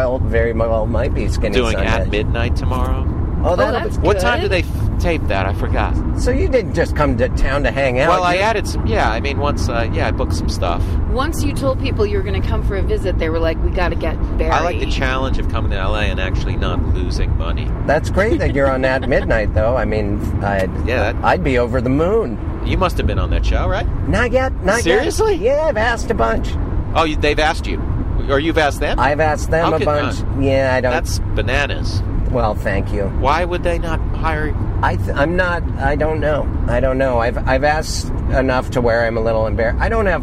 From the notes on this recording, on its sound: Jumps into the Honda at LAX to do all the best shows in Los Angeles.